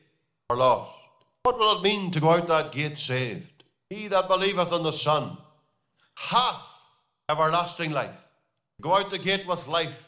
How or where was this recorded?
large echoing room